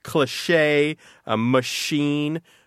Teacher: some words in French that retain that sh sound instead of taking a more normal English ch sound